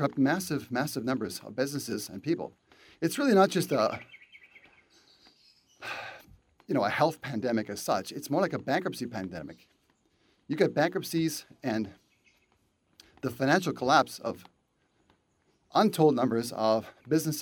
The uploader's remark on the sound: walk and talk